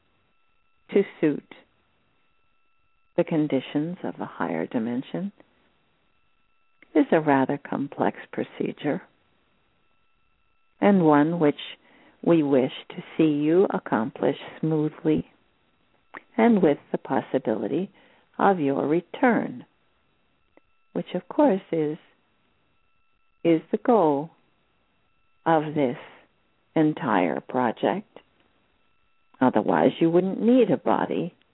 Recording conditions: phone line